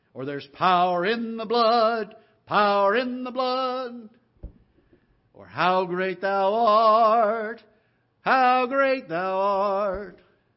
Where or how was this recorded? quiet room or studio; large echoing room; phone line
large echoing room